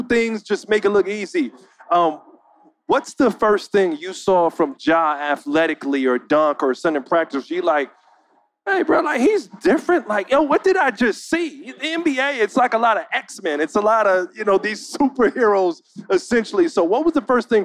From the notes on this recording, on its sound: LIVE from NBA Con at Summer League in Las Vegas